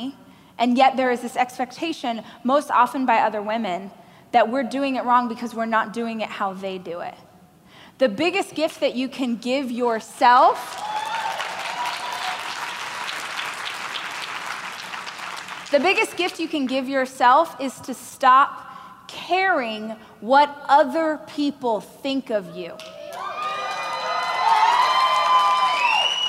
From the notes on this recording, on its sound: a keynote speech I gave during the Growth